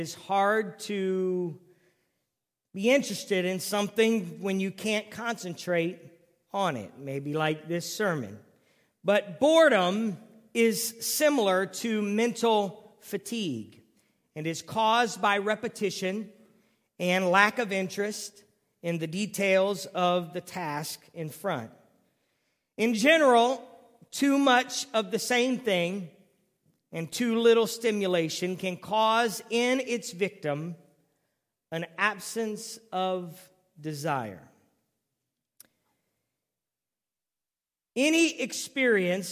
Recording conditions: large echoing room